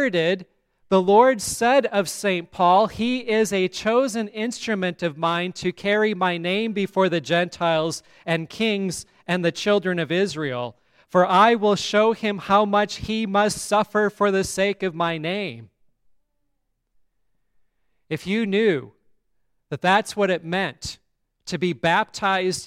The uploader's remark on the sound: On this day we blessed our rebuilt pipe organ. The service at Grace Lutheran Church, Lexington, MO.